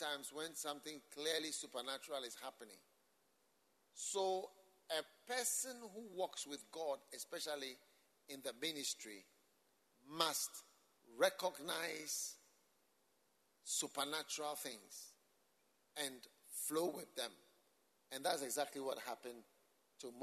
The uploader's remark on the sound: Preached at the Mountain-Like Churches Conference for the AD-RCUD, Mampong-Ghana.